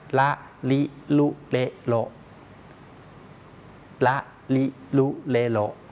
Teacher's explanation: เทียบเป็นรอเรือเนี่ยนะครับแต่ว่าเวลาออกเสียงเนี่ยไม่ต้องรัวลิ้นนะครับ